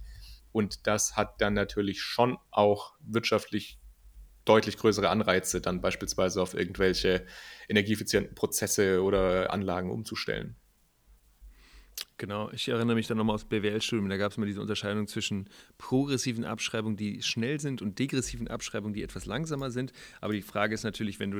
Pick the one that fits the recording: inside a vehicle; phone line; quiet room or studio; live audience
quiet room or studio